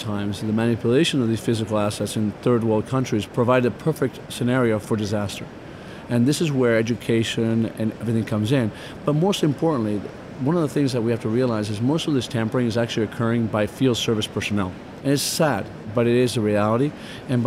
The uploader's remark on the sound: Recorded at SAPPHIRE NOW 2016.